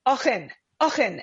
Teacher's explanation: they had heavy accents and they did the like guttural R. And so they always called, and they had a son named Oren, but they said Ochen, Ochen.